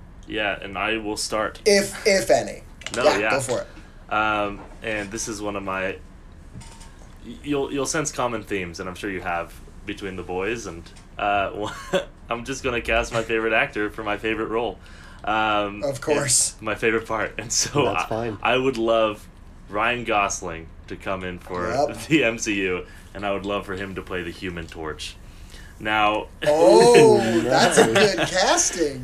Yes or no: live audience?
no